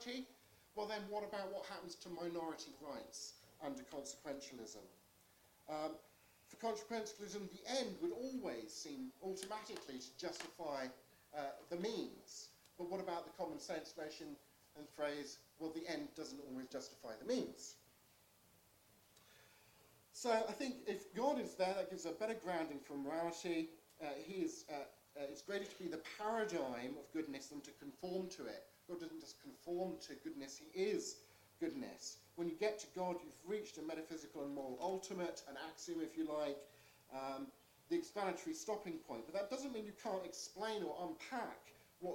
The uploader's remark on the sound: Hosted by Southampton University Debating Society. This isn't my recording and was very quiet, but I've improved the quality somewhat using my Wave Pad editing suite.